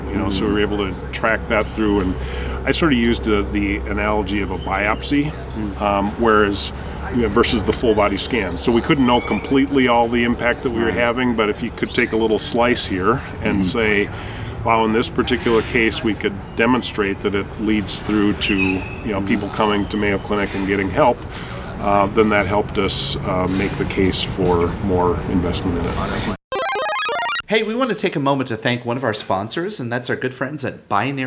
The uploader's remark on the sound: Recording live from the Healthcare Internet Conference in Scottsdale, AZ. Head outside to record a show.